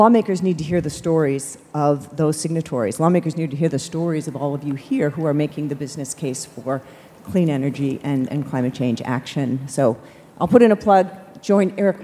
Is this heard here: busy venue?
yes